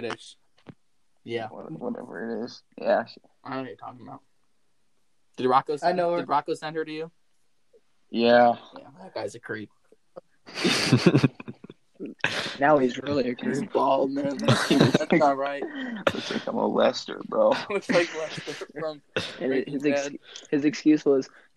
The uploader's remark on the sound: Sorry for the rough audio.